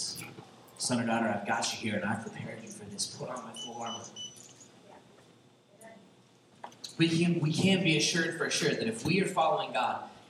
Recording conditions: poor sound quality